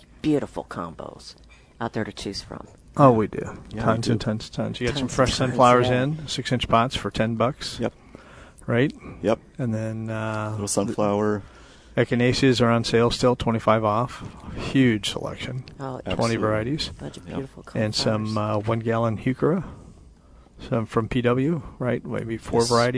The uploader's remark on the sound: Plant Experts Live at Prairie Gardens 7-31-21.